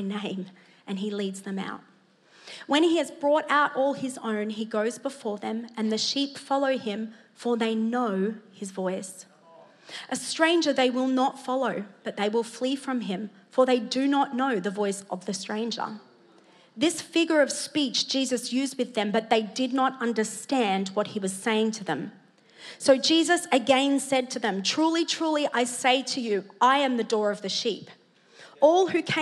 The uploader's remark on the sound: Preached at Neuma Church Melbourne City Location.